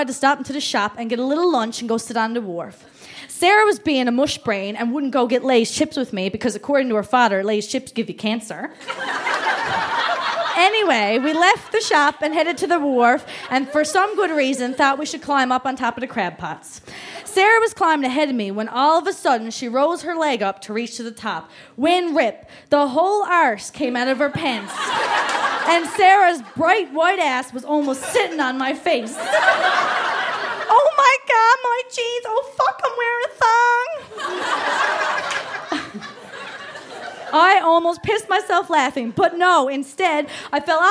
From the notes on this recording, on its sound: Recorded live at The Company House in Halifax.